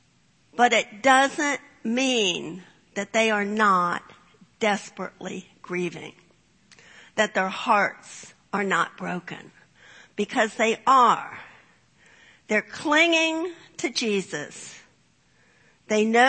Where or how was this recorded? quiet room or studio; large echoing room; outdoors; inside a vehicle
large echoing room